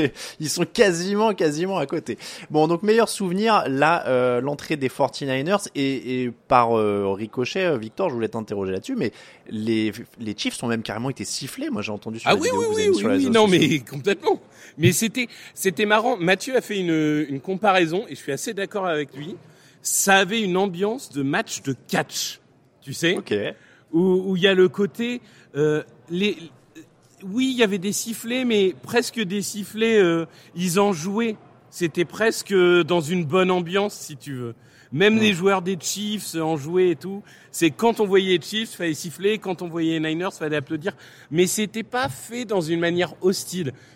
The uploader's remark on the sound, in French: Live au Super Bowl LVIII